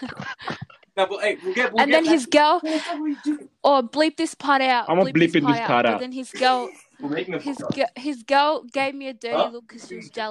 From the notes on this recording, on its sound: Audio ain't great